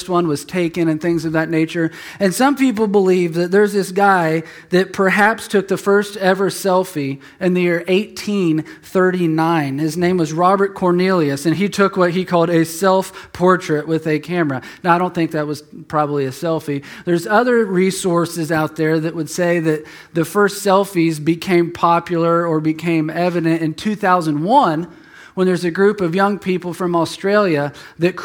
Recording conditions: large echoing room